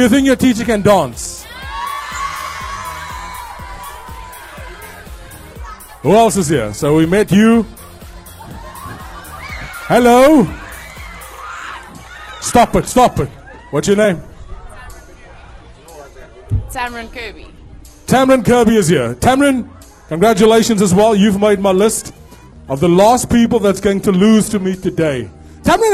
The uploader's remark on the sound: Broadcast live from Labiance Primary School to Keep Cape Town Warm.